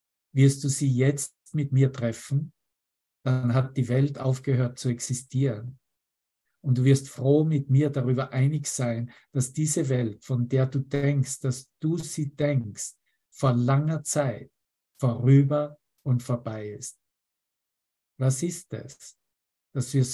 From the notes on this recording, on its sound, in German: Zoom-Session. Veranstaltet von der Aleph Akademie.